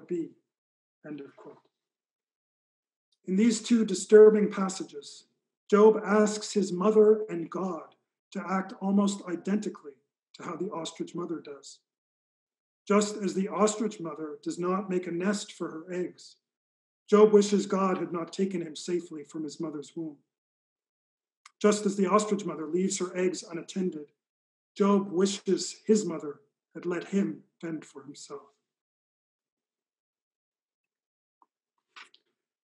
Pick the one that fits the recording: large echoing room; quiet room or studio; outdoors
large echoing room